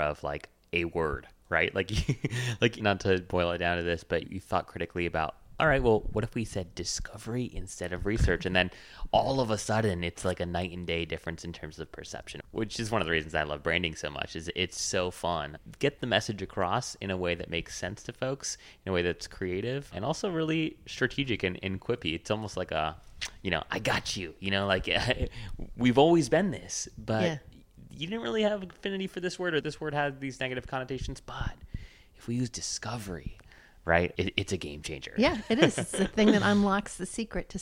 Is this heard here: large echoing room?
no